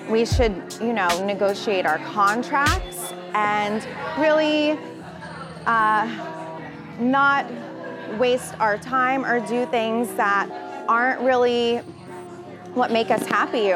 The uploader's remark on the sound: Live from A Celebration of Women